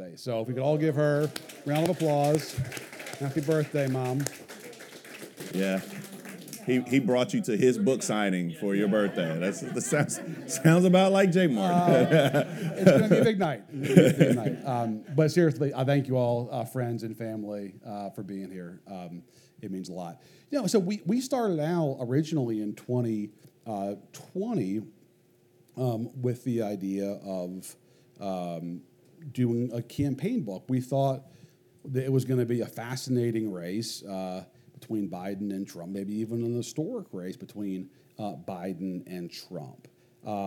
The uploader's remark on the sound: This episode debuts an occasional special series called "Live At…" wherein we record a live conversation at an independent bookstore. From Charleston, South Carolina, we bring you Live at Buxton Books.